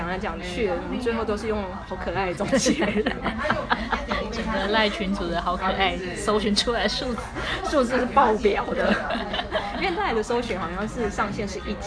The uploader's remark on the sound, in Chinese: 粗暴收音#背景吵雜